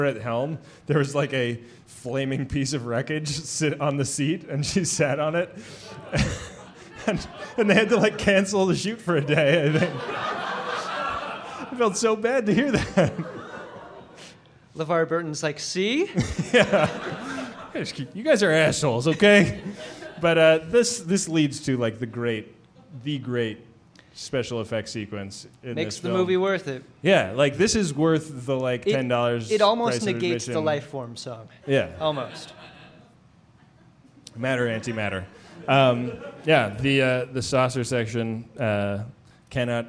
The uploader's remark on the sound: It's our third ever live show, recorded at Piano Fight in San Francisco!